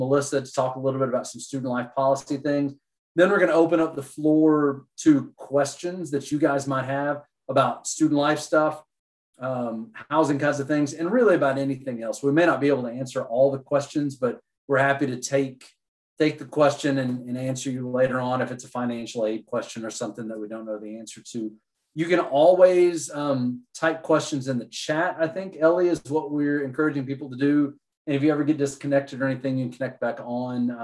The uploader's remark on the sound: Zoom Info Session